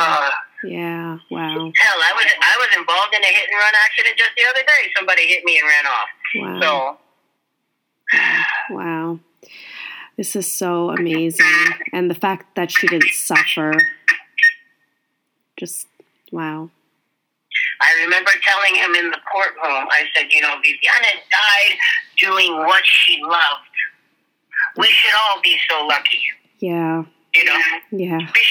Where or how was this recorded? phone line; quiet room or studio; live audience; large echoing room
phone line